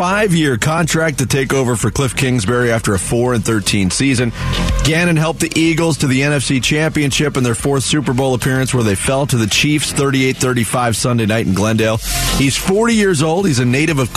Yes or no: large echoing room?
no